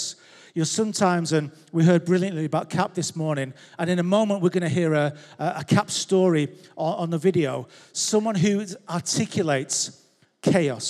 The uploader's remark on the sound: Recorded live at Life Church Lancashire 29th January 2023